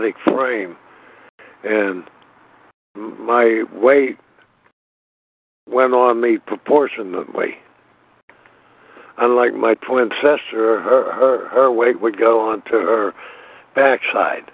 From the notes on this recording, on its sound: from the 100 Pounders Phone Meeting, 6/18/23.